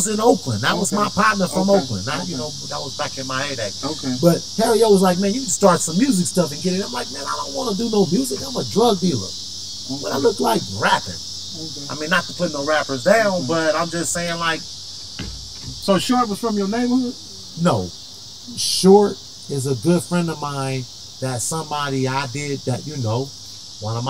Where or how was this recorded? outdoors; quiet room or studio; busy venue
outdoors